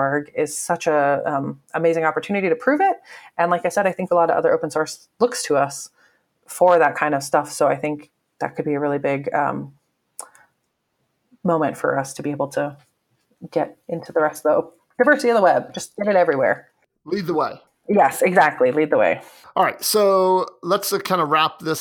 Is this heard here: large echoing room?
no